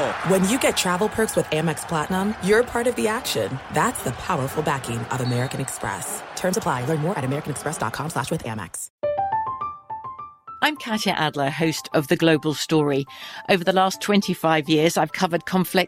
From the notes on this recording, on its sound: LIVE from Chargers training camp in Costa Mesa, CA